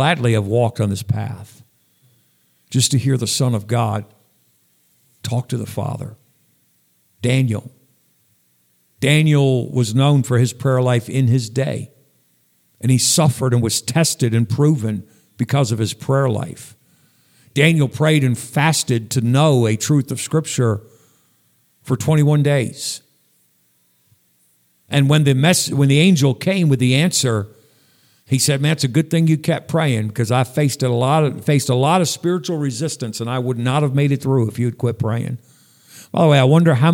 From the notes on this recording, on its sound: Sunday night message at Northeast Baptist Church, Danbury, CT